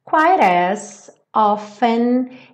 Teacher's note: no inglês americano, o T do often não é pronunciado